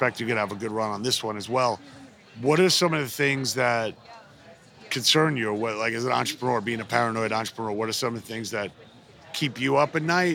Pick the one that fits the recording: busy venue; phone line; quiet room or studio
busy venue